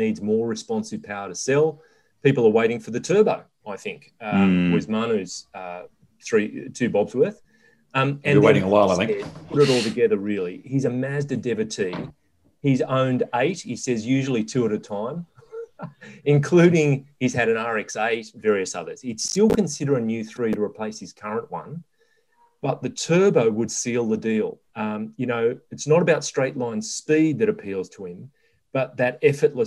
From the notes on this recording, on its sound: gather in cyberspace